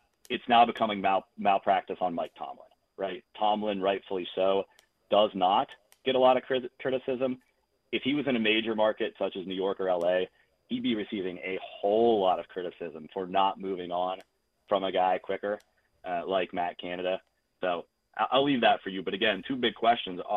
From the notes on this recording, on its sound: open the phone lines to get to your questions, comments, concerns, and reactions